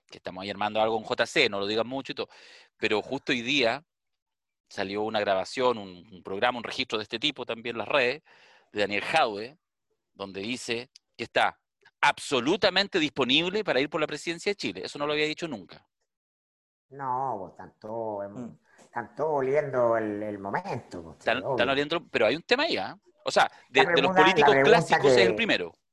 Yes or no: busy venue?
no